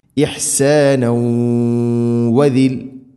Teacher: ഇഹ്സാന ഇഹ്സാനൗ വ തൻവീനു ശേഷം വാവ് ഇദ്ഗാം ബിഗുന്ന തൻവീനിനെ വ എന്ന അക്ഷരത്തിലേക്ക് കൂട്ടി ലയിപ്പിച്ച് മണിച്ചുകൊണ്ട് ഉച്ചരിക്കണം